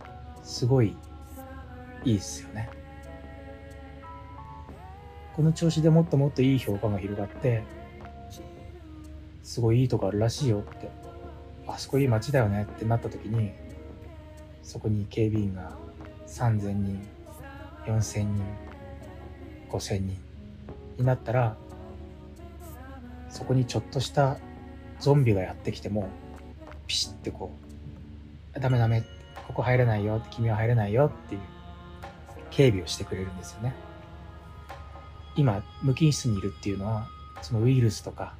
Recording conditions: background noise